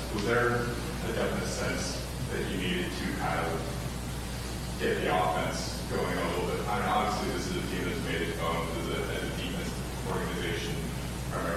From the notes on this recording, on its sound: At a press conference in Las Vegas on Monday morning.